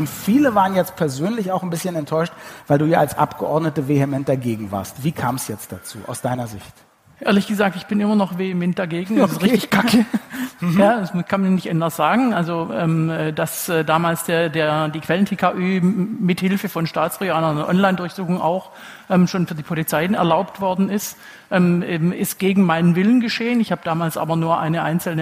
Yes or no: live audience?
yes